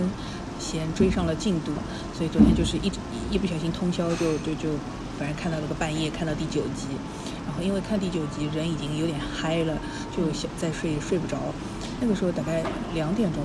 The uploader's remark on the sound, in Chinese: 本次录制花费：在茑屋点了两杯喝的